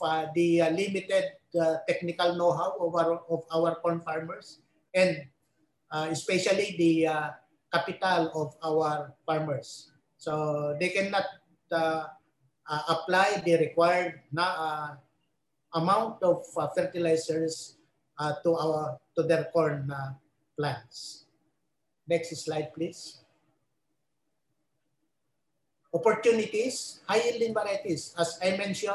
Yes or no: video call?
yes